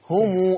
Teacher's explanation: ما تقولش همي، همي كسرت الميم. هم ضم الشفة.